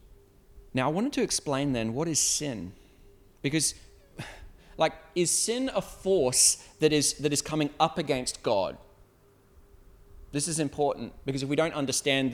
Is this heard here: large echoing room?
yes